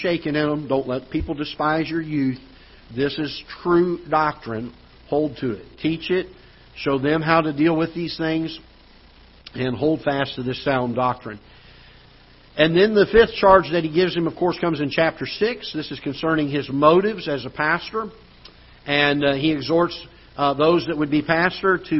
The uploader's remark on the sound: Ketha Heights Baptist Church ~ Live Broadcast